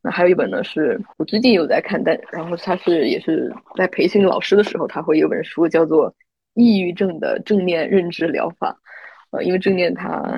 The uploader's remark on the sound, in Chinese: 线上录制，音质问题还请见谅！